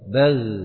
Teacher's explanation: kalau kita dengar suara bal, ini lidahnya enggak terangkat